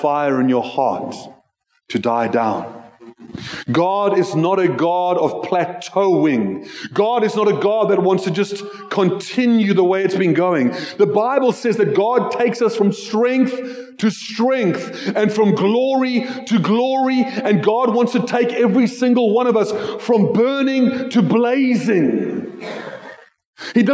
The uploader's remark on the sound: Joshua Generation Church Milnerton congregation